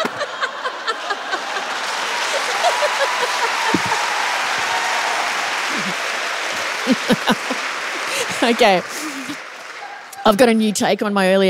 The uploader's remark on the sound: It's the Perth live show, so OF COURSE there's a disaster.